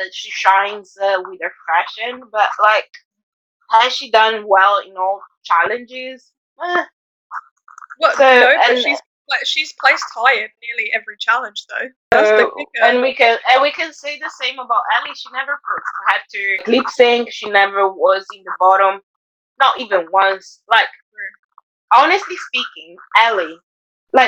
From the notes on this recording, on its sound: First and foremost we would like to apologise for the audio of this week's episode, it is absolutely awful.